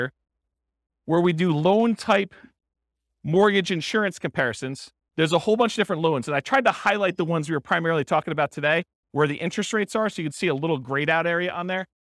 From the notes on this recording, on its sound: This was a live class recorded